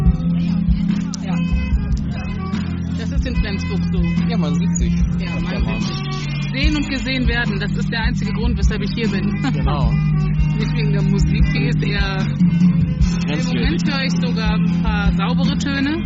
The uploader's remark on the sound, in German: Gespräche beim MidSommerJazz Festival in Flensburg.